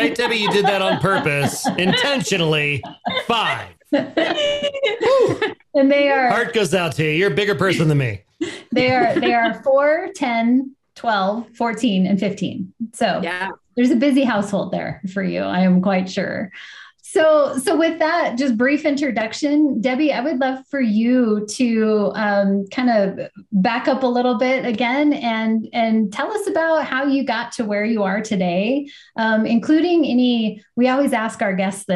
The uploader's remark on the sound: Think of it as a video podcast with a live interactive audience.